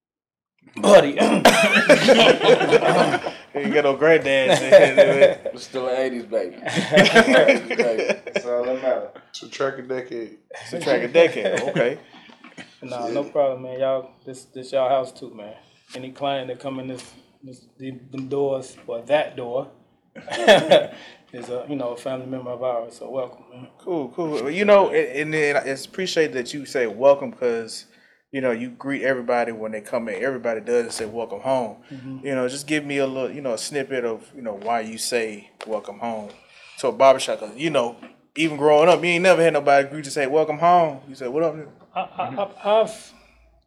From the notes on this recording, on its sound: go on location to one of the best barber shops in Atlanta RX-Elites.